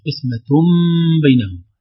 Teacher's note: هذه النون الساكنة التي تنطق ولا تكتب وهي تأتي في التنوين تنقلب في النطق إلى ميم، ولذلك وضع عليها علامة ميم في إصطلاحات الضبط، فتصبح قسمة بينهم.